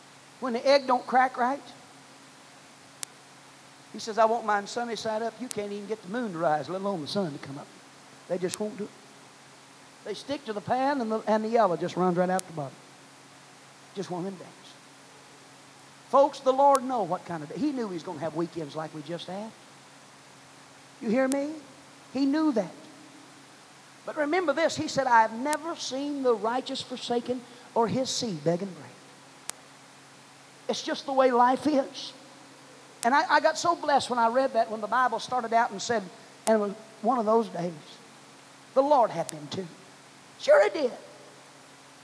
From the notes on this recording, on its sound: preached at First Apostolic Church in North Vernon, Indiana